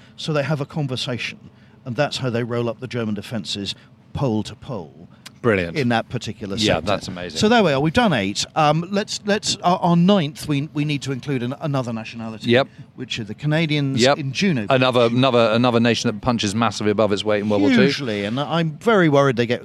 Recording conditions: busy venue